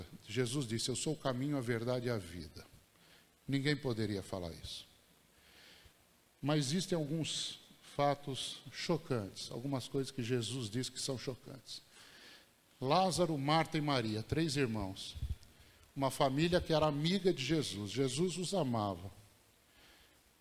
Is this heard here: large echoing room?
yes